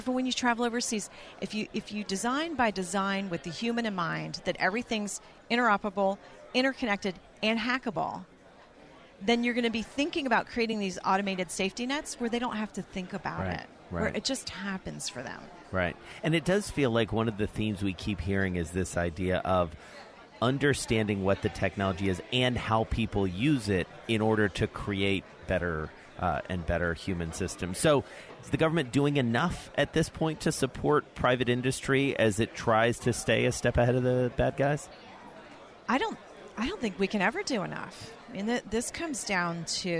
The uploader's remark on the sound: Broadcasting from the 9/11 Memorial & Museum Summit on Security.